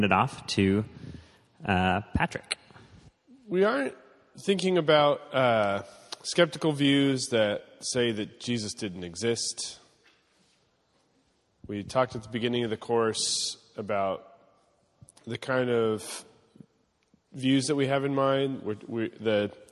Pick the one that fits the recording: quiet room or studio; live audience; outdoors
live audience